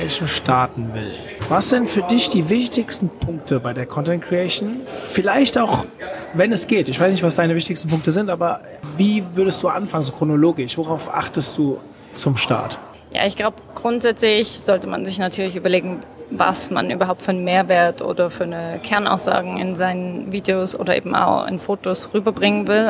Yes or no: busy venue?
yes